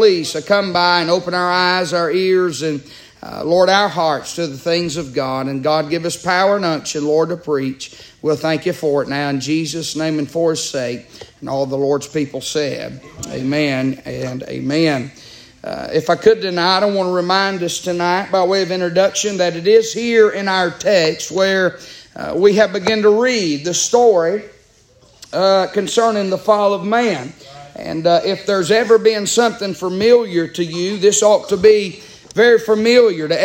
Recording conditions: large echoing room